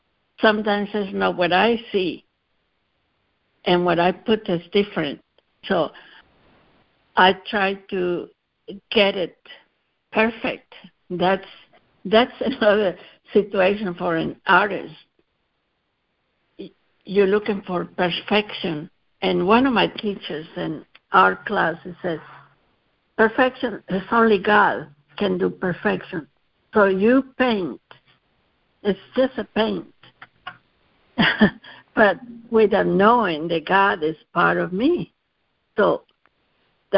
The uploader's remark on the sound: CONF CALL. A Course in Miracles [ACIM] Students are joining together on a Free Conference Call to study A Course of Love [ACOL].